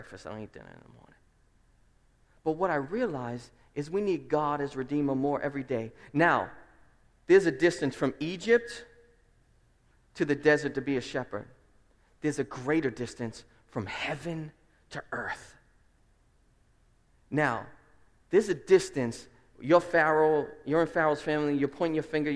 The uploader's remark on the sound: Preached at Restoration Road Church